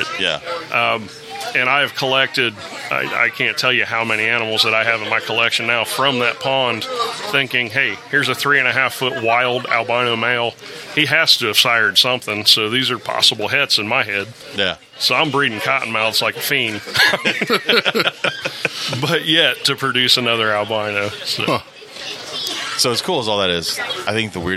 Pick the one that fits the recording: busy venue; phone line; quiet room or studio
busy venue